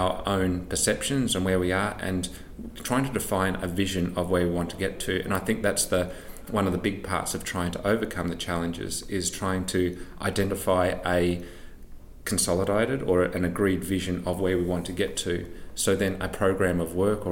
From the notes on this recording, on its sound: live from Unearthed Toronto